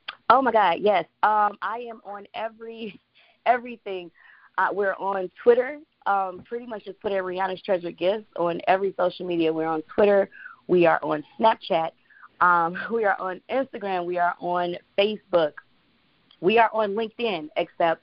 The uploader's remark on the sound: On the phone w/ CEO & President of Rhianna's Treasured Gifts